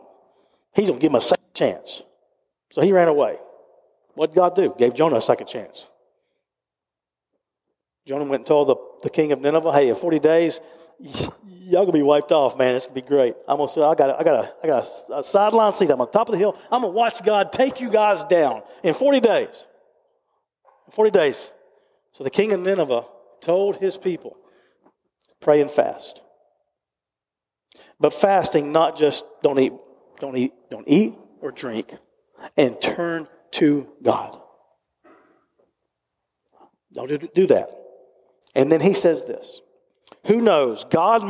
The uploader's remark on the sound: recorded live at Covenant